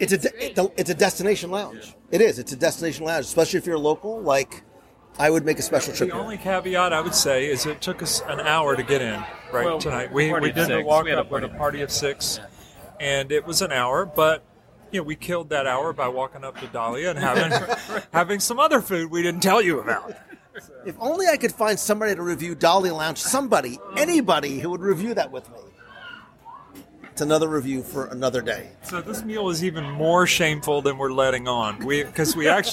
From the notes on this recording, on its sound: Three Bridges Live Review. Come with me to Three Bridges Bar and Grill at Villa del Lago at Disney's Coronado Springs Resort for a live dining review of a resort lounge.